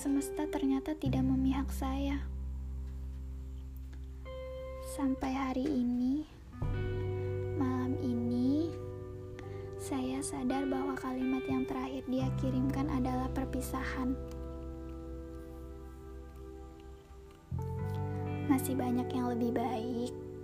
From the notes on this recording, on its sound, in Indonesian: Saya juga minta maaf karena mungkin kalian mendengar suara lain selain suara saya dan beberapa mistake pada saat saya berbicara karena memang suara saya saat itu sedang tidak baik.